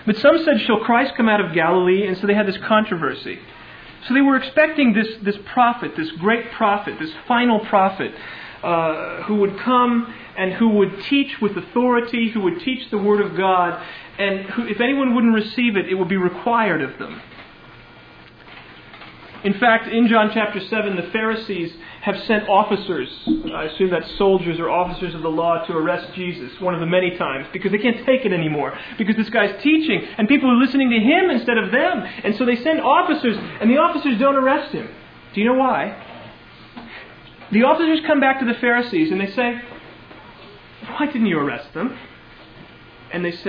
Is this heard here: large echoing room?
yes